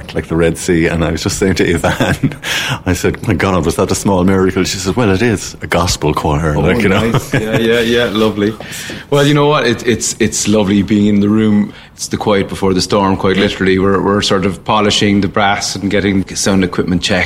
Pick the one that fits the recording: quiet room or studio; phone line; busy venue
busy venue